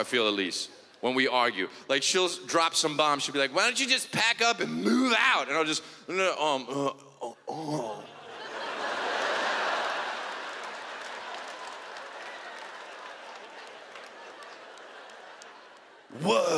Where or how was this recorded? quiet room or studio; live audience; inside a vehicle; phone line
live audience